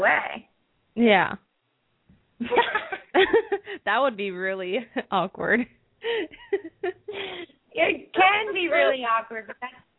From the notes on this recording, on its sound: open up the lines for listeners to call